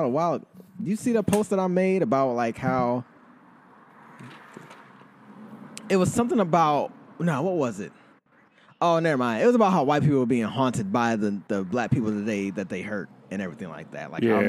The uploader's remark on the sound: Outside Edition